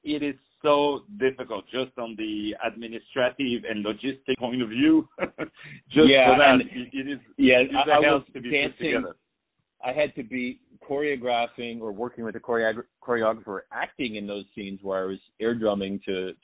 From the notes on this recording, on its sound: On the phone